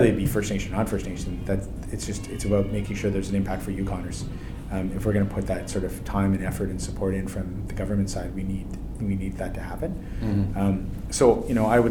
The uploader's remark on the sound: We head to the floor of AME BC's Roundup 2017 conference in Vancouver, B.C., for exclusive Northern Miner coverage.